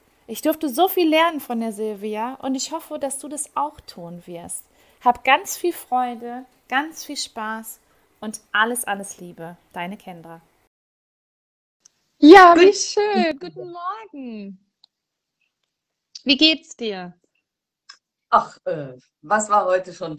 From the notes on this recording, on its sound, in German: die ich auf live auf Instagram geführt habe